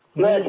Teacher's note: الراء المشددة ان كلها مرققة